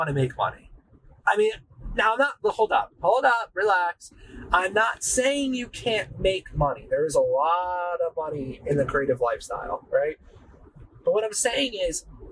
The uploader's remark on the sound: I did really record this while driving home from work. My setup while filming this was completely wireless. I used the Rode Wireless II mics so I was completely hands free. The audio in this podcast episode is a lot worst than all my others. No, this time I had 1 wireless mic and time alone in my car.